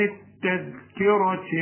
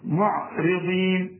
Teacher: التذكرة الراء مفخمة، معرضين الراء هنا تكون أكثر رقة